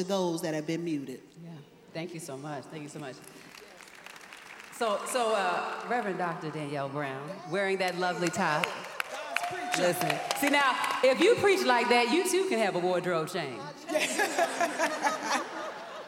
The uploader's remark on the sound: Truth’s Table LIVE at the EKBPC 2023. You’ll hear them facilitate a first-time all-women panel at the EKBPC.